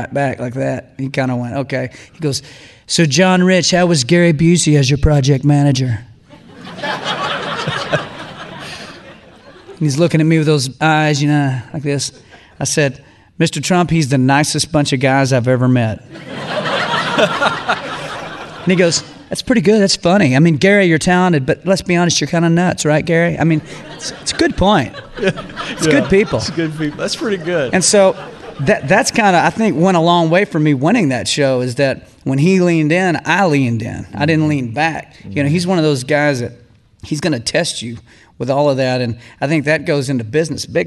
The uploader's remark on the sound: live podcast straight from EntreLeadership Master Series